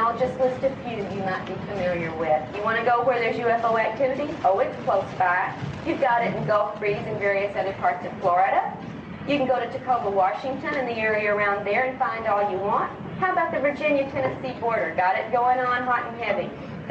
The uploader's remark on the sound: Sorry for the poor audio quality.